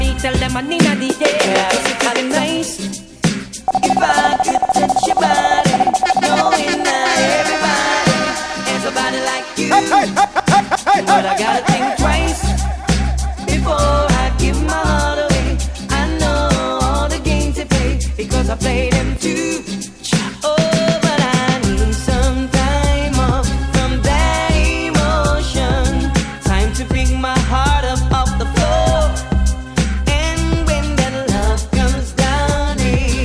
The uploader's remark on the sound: Live audio from island saturdays on june 30.